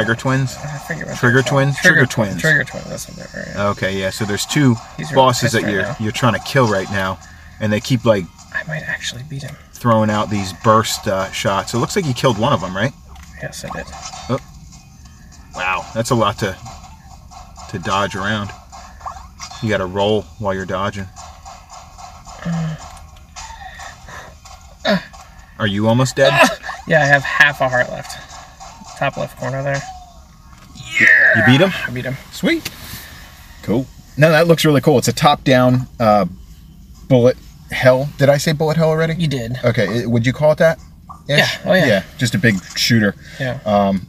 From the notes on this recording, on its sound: This is a throwback episode to when we recorded in the car.